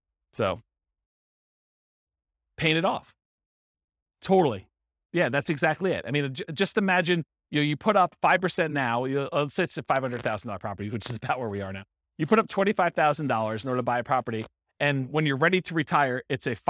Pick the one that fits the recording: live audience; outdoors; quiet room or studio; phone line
live audience